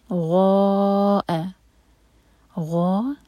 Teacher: چار حرکہ لمبا، یہ ہے مد متصل، اور اس کے بعد حمزہ لائٹ غین ہیوی حمزہ لائٹ.